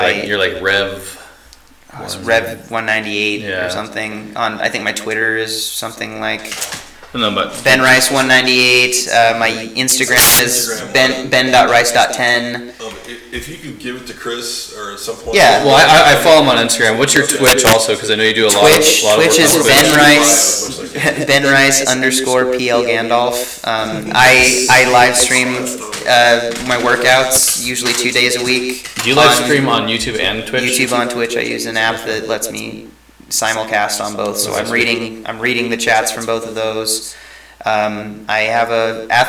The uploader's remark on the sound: Sorry for the echo that comes in towards the end. Still getting everything dialed in.